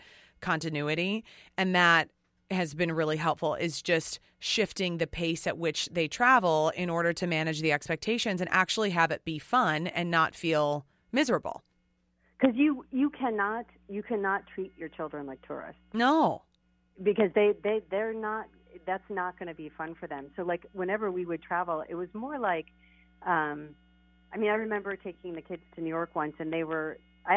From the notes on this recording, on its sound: I called in from Paris this week, and I am hoping that I signed up for the right AT&T international plan!